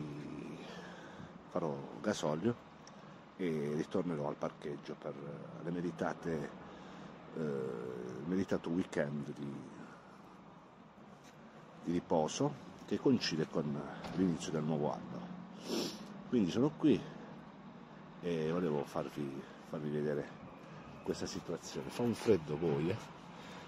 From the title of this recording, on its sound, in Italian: In diretta dal parcheggio dell'Interporto di Bologna